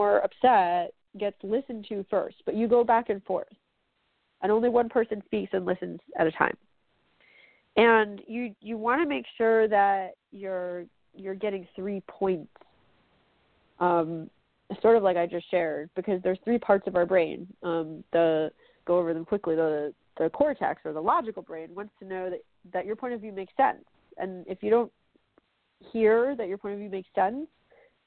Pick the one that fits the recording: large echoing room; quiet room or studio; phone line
phone line